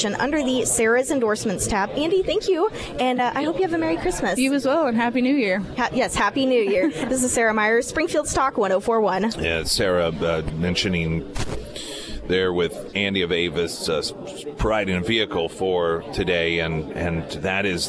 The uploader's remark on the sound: live at Scramblers Diner for the Friday Road Show.